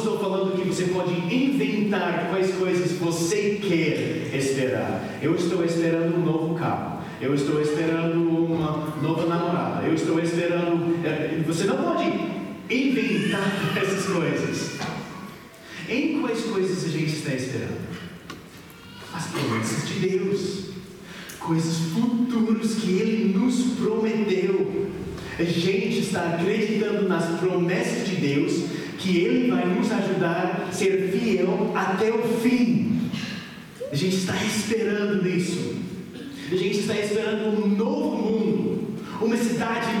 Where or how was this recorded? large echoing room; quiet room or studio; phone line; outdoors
large echoing room